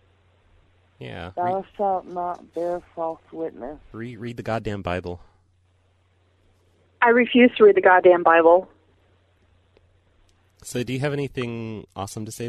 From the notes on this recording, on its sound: Prank Phone Calls Collection